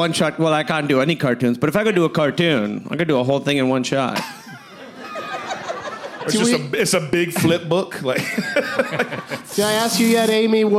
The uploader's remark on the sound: Live from Esther's Follies in Austin as part of SXSW